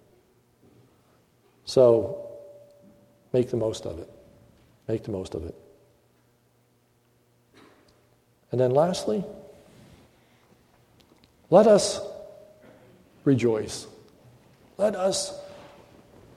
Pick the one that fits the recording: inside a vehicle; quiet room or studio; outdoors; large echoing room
large echoing room